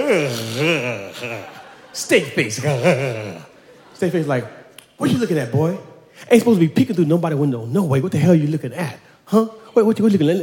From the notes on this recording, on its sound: At Snap LIVE! in Brooklyn. At the Brooklyn Academy of Music.